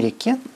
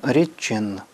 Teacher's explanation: Не хватает первой палатализации. «Э» – это гласный переднего ряда, а «к» – это заднеязычный. Когда они встречаются, «к» превращается в «ч». · Shown in: second take · «КГХ» в «ЧЖШ».